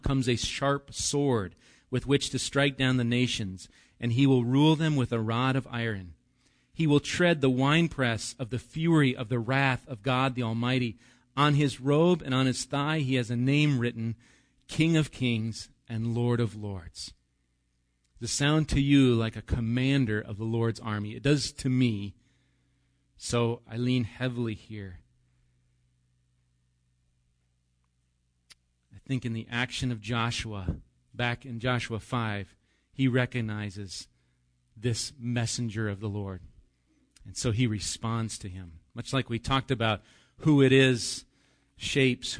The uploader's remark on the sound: Recorded live at Bethany Bible Church.